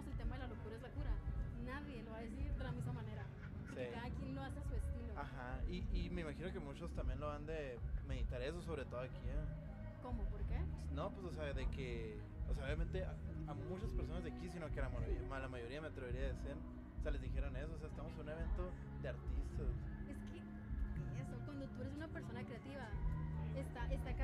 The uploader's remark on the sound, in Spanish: Episodio Especial ARRE FESTIVAL. Mi primer evento publico.